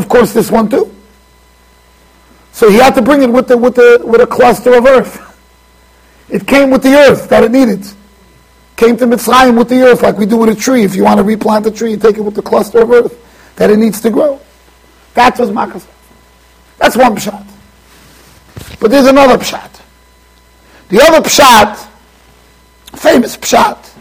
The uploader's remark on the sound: Shiur recorded in Yeshivas Ohr Reuven, Monsey NY.